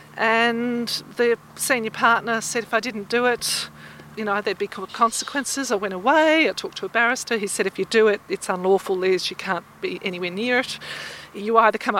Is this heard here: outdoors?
yes